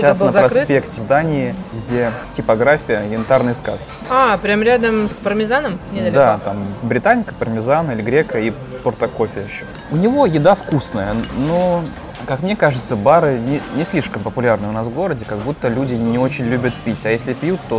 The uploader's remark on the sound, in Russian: Выпуск записан в ресторане Branch & Bowl в формате мукбанг